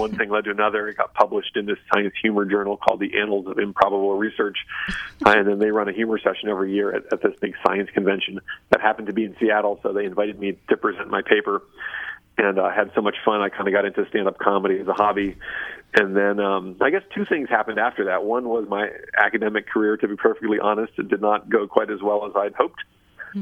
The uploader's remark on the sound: stand-up routine performed over cell phone to an audience of five business journalists